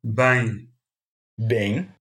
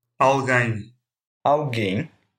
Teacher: Произносится в словах как М, но в конце слов произносится как Н.